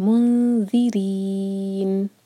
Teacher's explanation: منذرین، اور را کے نیچے کسرہ ہے تو جب را کے نیچے کسرہ ہوتا ہے تو را بہت باریک ہونا چاہیے